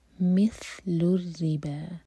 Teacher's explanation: تھا ہے سین نہیں تو سیٹی والی آواز نہیں آئے گی